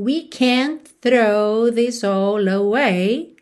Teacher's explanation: Esse can't também, frequentemente a gente não ouve esse T do can't